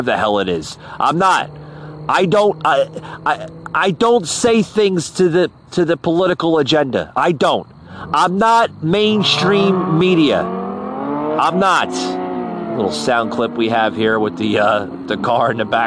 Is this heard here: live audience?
no